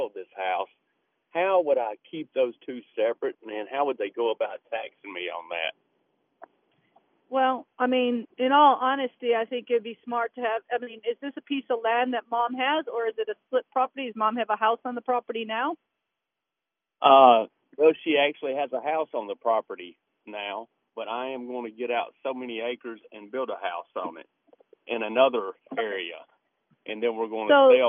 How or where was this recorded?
phone line